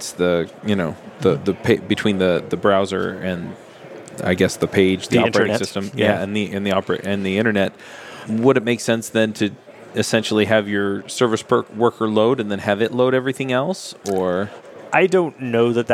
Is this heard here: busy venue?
yes